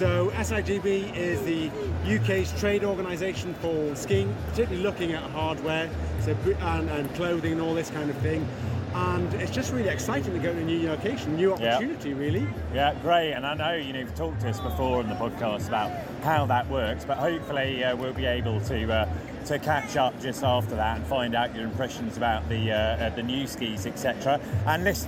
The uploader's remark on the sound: This special episode of The Ski Podcast was recorded at The National Snow Show 2022, which took place at the Birmingham NEC this weekend.